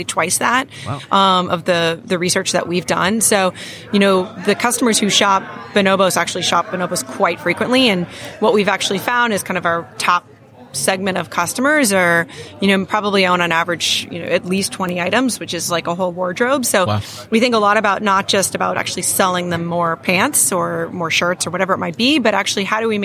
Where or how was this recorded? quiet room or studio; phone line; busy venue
busy venue